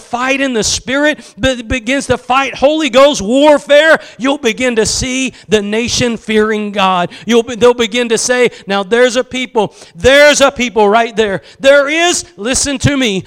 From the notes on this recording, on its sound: Preached at Gospel Lighthouse in Bossier City, La.